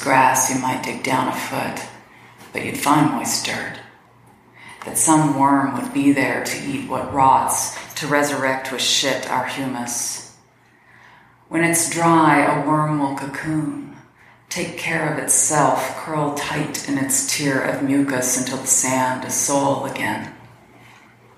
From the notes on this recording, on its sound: Recorded live at the Appalachian Writers' Workshop at the Hindman Settlement School in Hindman, Ky.